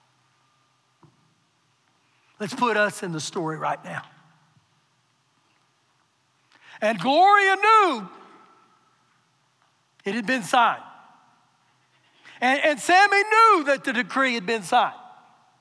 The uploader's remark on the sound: Recorded live during our Sunday morning service